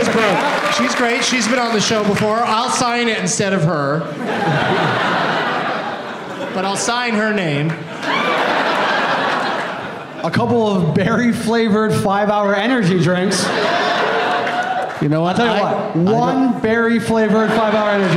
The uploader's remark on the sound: Live from the Helium Comedy Club in Buffalo